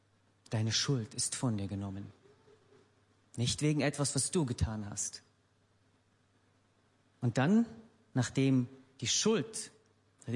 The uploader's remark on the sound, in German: Gottesdienst der Kirche für Bonn.